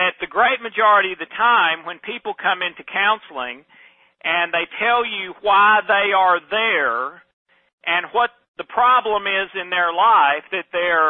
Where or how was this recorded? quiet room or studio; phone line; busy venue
phone line